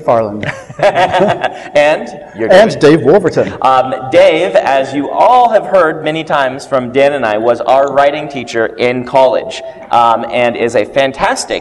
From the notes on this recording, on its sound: along with a live audience at Westercon 67